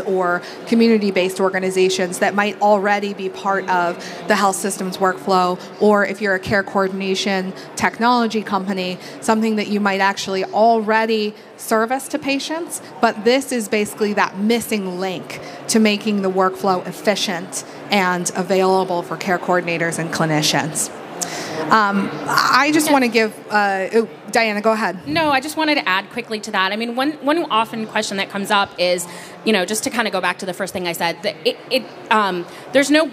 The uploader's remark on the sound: In-booth session at HIMSS 2023. This session is an interactive fireside chat, encouraging audience participation.